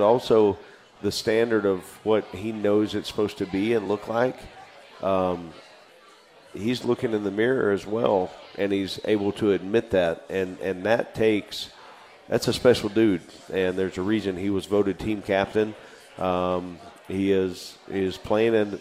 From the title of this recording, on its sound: Radio Show at Parkway Tavern